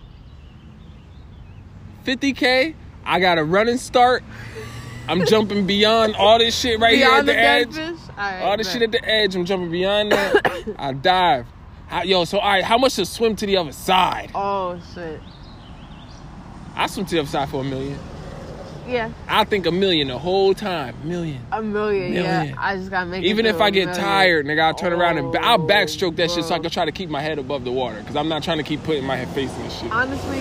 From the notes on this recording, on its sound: This episode was recorded outside.